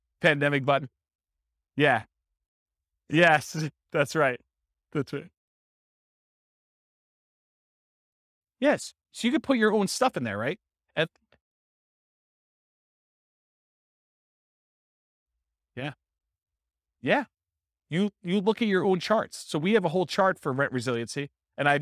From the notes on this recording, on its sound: This was a live class recorded